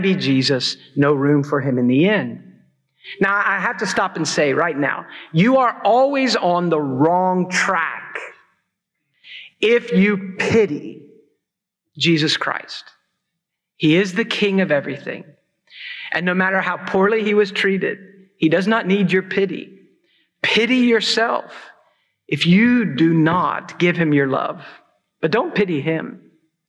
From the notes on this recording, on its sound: preached at Christ Church New Albany